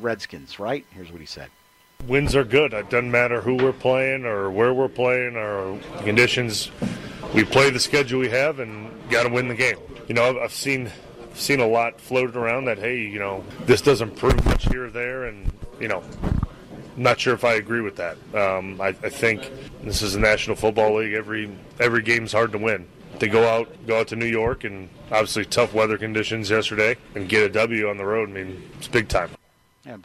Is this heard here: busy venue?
yes